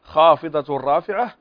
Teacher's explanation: عندنا تنوين وبعده الراء، والراء من حروف الإدغام بغير غنة